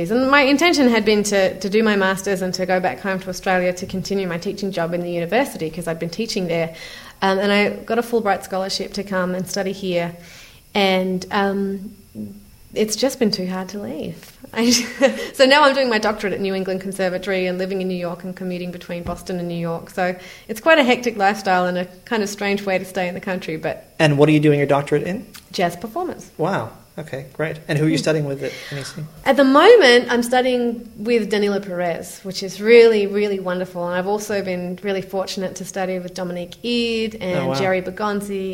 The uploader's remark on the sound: Recorded live at the 2008 Tanglewood Jazz Festival in Lenox, MA.